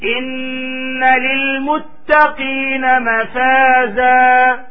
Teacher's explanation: لاحظوا التشديد على النون هذه غنة لابد أن تظهر الغنة